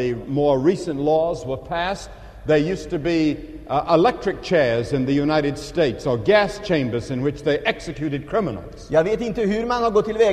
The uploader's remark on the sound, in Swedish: Inspelad i Scandinavium, G&#246;teborg 1977-01-14